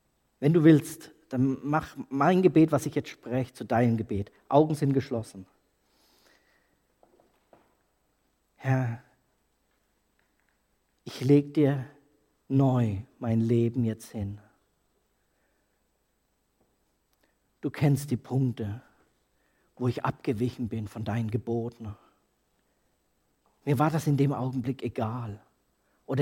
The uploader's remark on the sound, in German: Predigt aus der Freien Christengemeinde Nürnberg K.d.ö.R. Ernst-Sachs-Str.